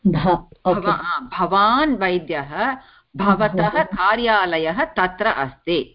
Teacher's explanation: So when you say bhavatah, it is a mahaprana.